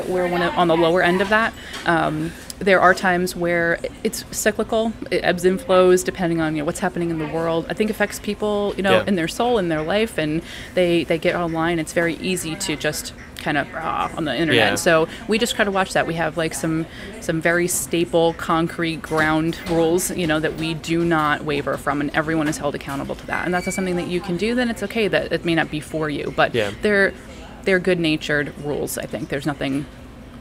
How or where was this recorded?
busy venue